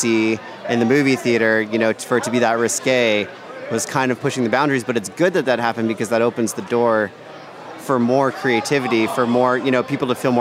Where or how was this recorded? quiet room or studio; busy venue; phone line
busy venue